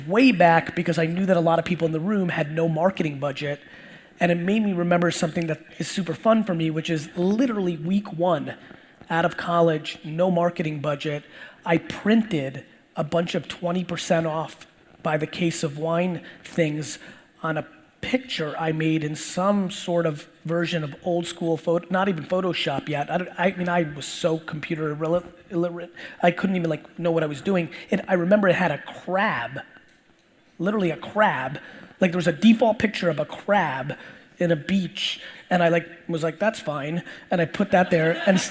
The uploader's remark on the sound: Digital Agency Expo Keynote